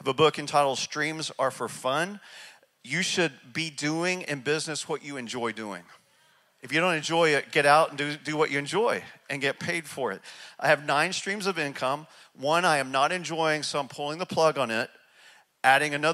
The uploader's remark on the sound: speaks from North Palm Church in Charleston, South Carolina